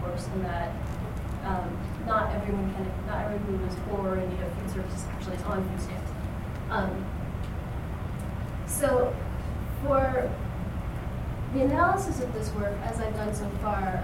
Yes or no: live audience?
yes